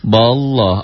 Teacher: Allahnya dibaca tafkhim karena sebelum lafad Allah berbaris di atas.